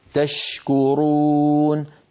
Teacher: انظروا هل رأيتوا حرف الشين والتدفق الواضح للنفس معه · Term: الهمس